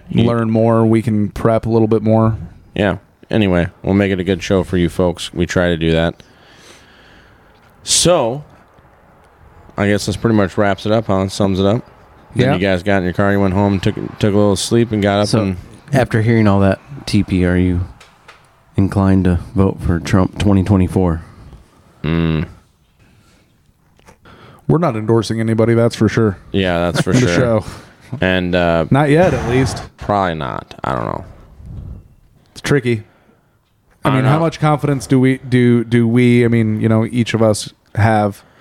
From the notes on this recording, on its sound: were on the ground at the rally and had some good conversations with people outside the theater